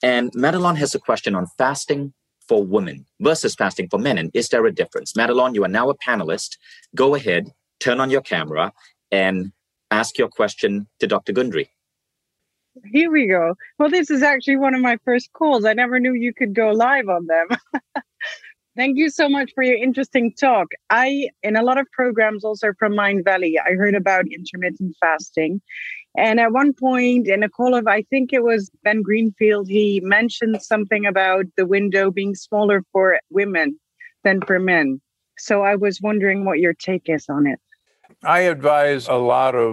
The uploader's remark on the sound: On this live call